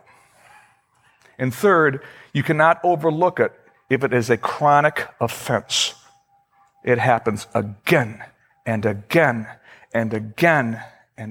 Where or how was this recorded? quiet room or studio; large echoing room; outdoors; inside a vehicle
large echoing room